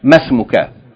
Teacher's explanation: You're not going to say masmuka, but rather you're going to pronounce it short as though the alif is not there.